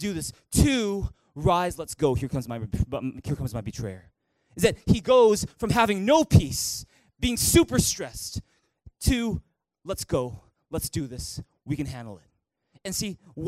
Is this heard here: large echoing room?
yes